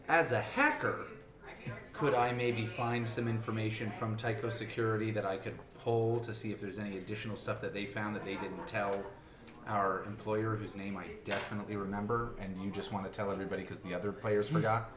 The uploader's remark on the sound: Live from CondoCon